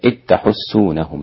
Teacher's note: أدغم الدال في التاء الإمام أبو عمرو وهشام وحمزة والكسائي وخلف